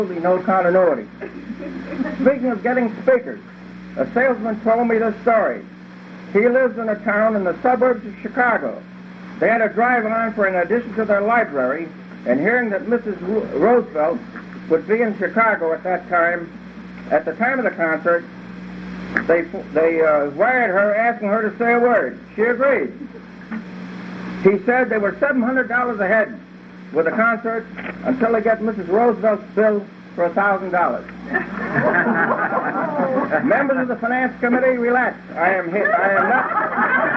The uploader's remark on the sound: This recording was made at a Stratford Historical Society picnic at Boothe Park on July 1960.